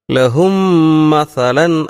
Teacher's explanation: ഒരു മീമിനെ മറ്റേ മീമിൽ, രണ്ടാമത്തെ മീമിൽ ലയിപ്പിച്ചുകൊണ്ട് ഉള്ള ഒരു പാരായണ രീതിയാണ്, മണിച്ചുകൊണ്ടുള്ള പാരായണ രീതിയാണ് നമ്മളവിടെ സ്വീകരിക്കേണ്ടത്.